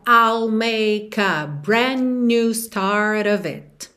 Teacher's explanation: o D de brand você não escuta, porque você já tá com a língua no céu da boca, já vai sair pro new